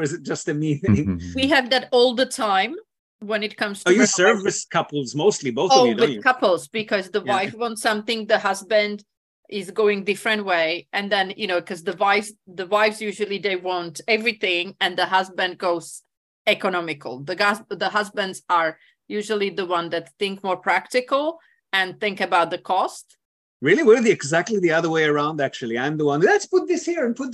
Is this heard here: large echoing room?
no